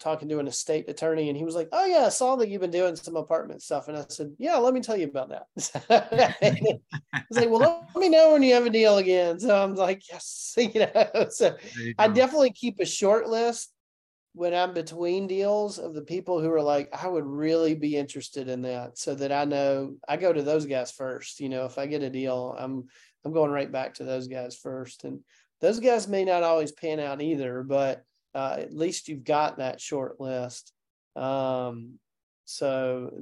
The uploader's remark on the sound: In this special Zoom session